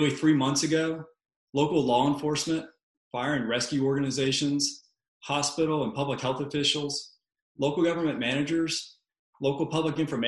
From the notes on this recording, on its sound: COVID-19 Virtual Town Hall meeting.